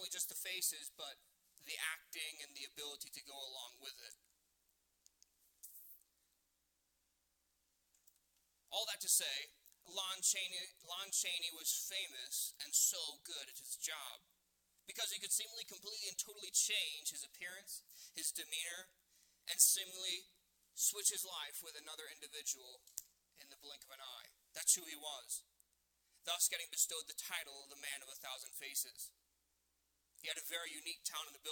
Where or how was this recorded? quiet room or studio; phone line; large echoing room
large echoing room